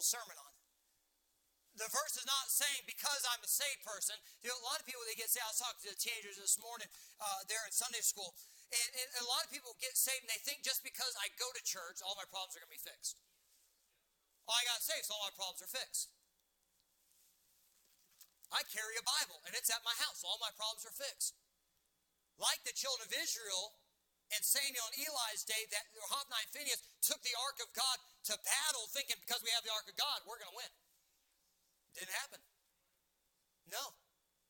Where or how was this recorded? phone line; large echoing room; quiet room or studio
large echoing room